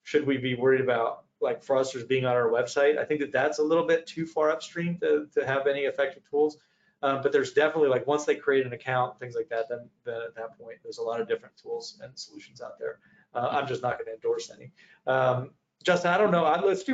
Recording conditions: video call